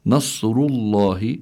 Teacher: الراء هون مضمومة، حكمها التفخيم. لام لفظ الجلال الله، كذلك هون حكمه التفخيم.